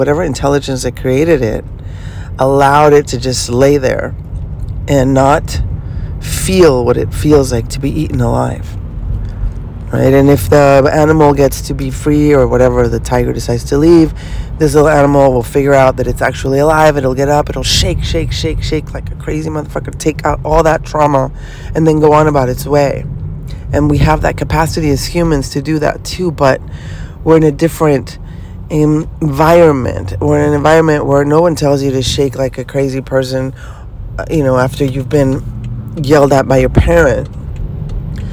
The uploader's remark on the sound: Podcasts in the car series. I am recording this while driving to LA... Please be ware of a few traffic sounds.